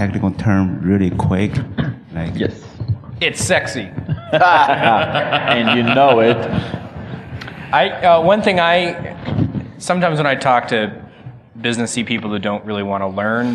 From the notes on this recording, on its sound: Another panel discussion from DevConnections.